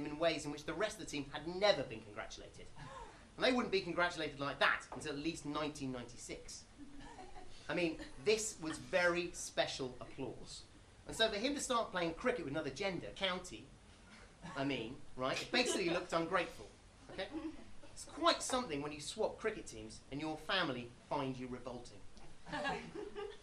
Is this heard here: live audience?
yes